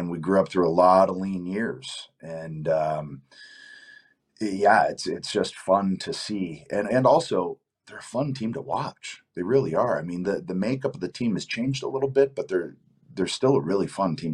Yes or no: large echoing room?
no